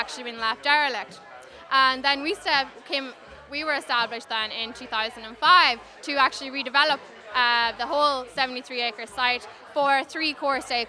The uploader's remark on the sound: Went along to Grangegorman Climate Action Day as part of Stoneybatter Festival and chatted to some of the people exhibiting there. In the Dublin 7 area.